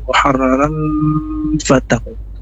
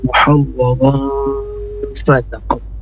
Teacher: Ada fathatain bertemu dengan huruf fa yang namanya ikhfa. Ikhfa artinya samar-samar antara bunyi tanwin dengan huruf yang ditemunya itu huruf fa. · Shown in: second take · Muhawwarong bukan muharraran fataku, tapi muhawwarong fataku.